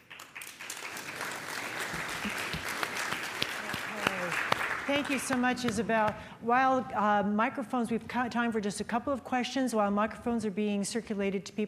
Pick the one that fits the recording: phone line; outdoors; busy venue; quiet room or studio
busy venue